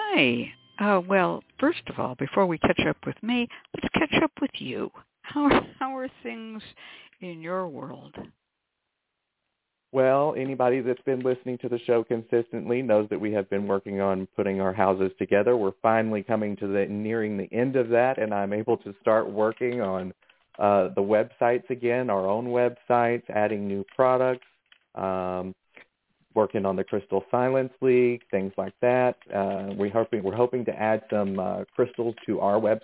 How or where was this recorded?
phone line